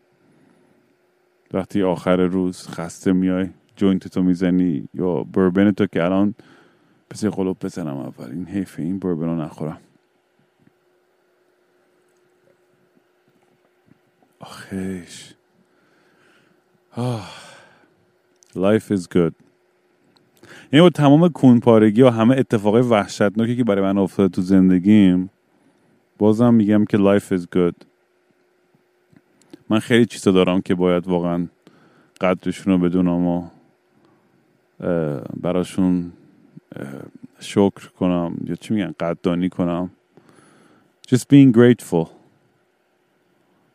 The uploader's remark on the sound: I was drunk and stoned under the stars and was rambling with my friend when I thought to myself, why don't I record said ramblings.